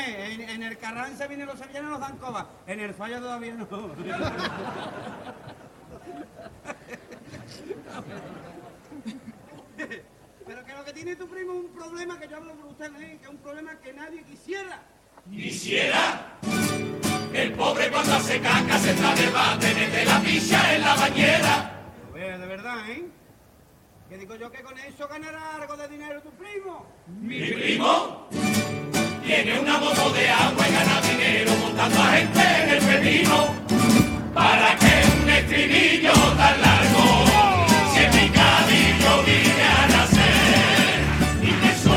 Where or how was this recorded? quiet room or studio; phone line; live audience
live audience